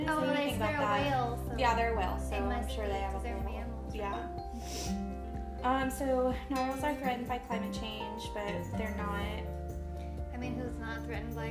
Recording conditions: sounds in the background